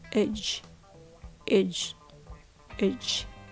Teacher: The last syllable has a very weak, reduced vowel, ih or uh, like the short I sound or schwa sound, with the j at the end